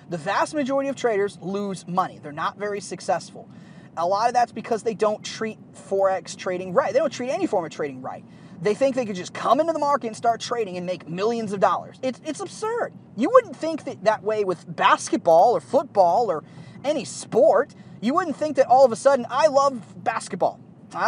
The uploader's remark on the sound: The audio isn't the best as I was recording this episode in the car.